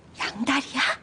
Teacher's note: The ya or ia ending with the raised intonation indicates a casual question.